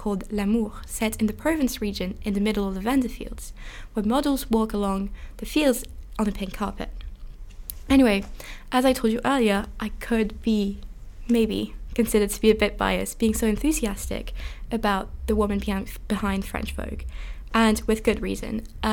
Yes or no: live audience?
no